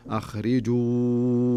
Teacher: يخرج الواو من الشفتين وليس من الخيشوم